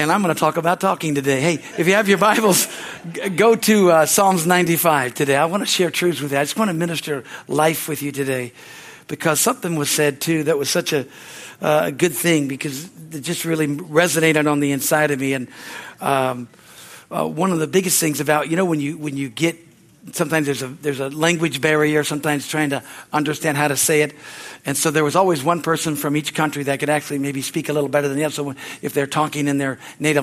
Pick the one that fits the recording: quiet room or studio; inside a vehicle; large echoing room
large echoing room